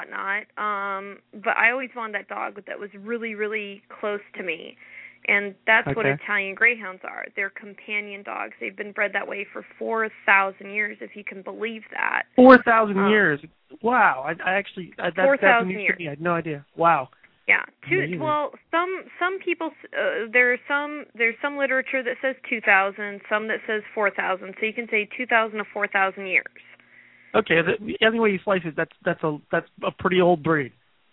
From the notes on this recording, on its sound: takes your calls live